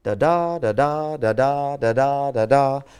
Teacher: An unaccented syllable followed by an accented syllable in that little pattern repeated five times. · Term: iambic pentameter